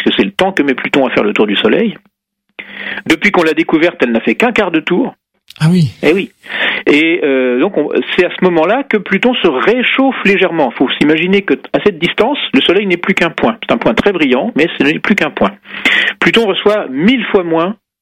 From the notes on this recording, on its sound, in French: Médiateur scientifique et conférencier au planétarium du Musée de l'Air et de l'Espace (par téléphone).